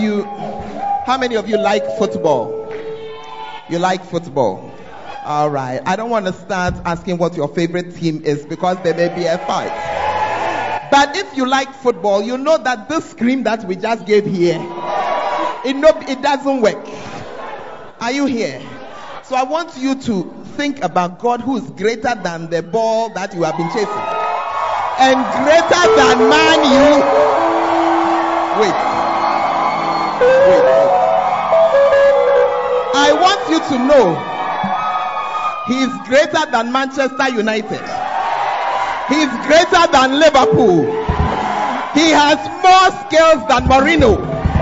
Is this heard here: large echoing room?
yes